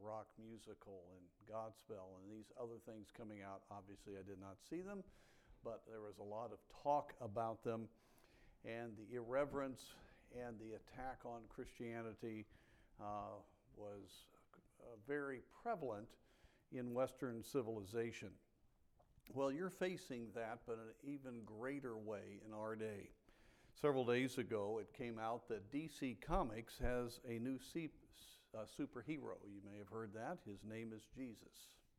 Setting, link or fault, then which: setting, large echoing room